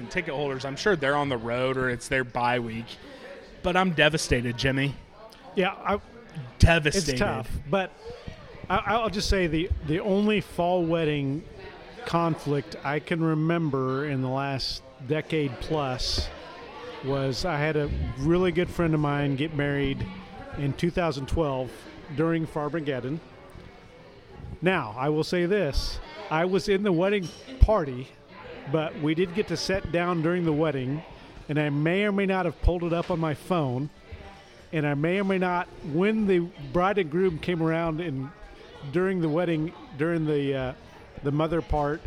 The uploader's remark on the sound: live from Manhattan Brewing Company